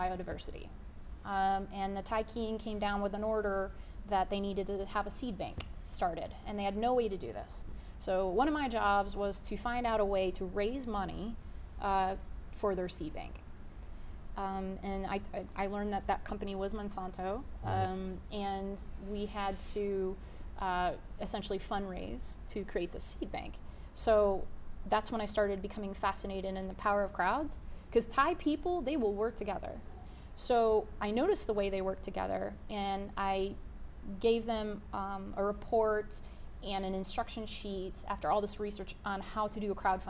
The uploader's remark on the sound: This interview was done at The Grove in Dallas, TX during Startup Week in Dallas this year. In front of a live audience at that beautiful co-working space.